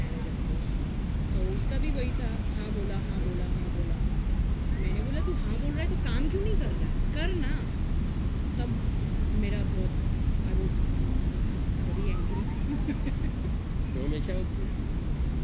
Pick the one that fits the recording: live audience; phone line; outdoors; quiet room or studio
outdoors